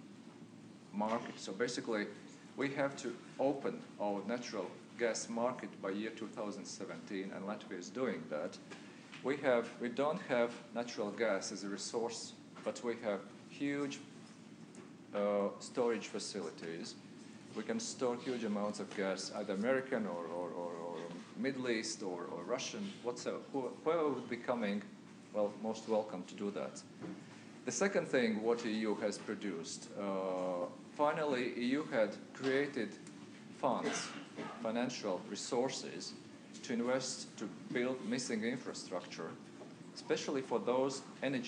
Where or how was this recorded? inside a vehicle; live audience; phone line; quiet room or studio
live audience